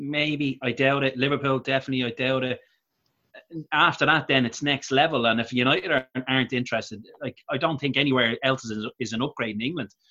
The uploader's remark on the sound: Zoom Chat